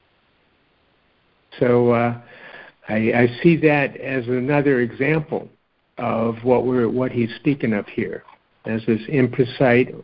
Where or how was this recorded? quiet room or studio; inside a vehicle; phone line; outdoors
phone line